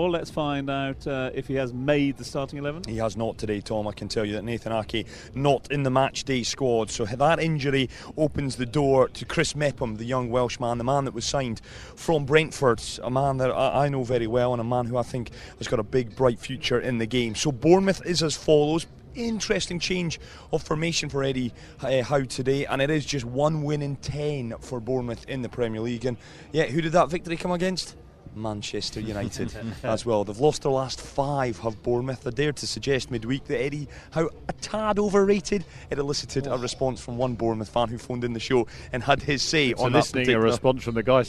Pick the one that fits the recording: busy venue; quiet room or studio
busy venue